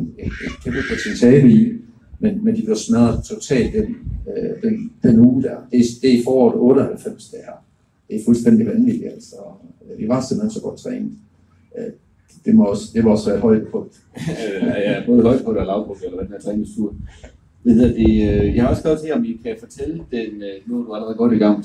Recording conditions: poor sound quality